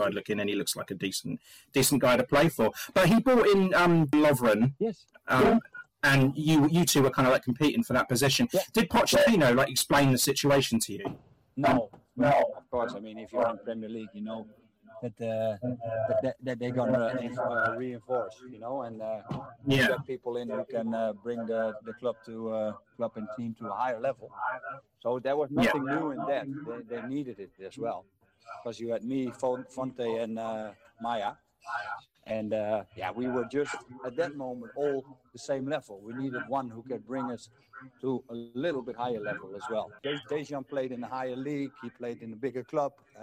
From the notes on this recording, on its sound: The audio is very poor. Had issues whilst recording but it does pick up.